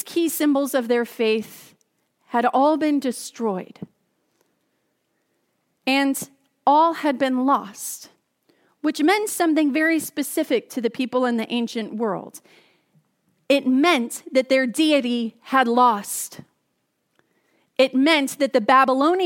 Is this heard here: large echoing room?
yes